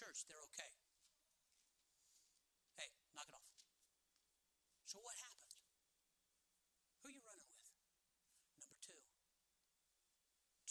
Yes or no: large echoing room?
yes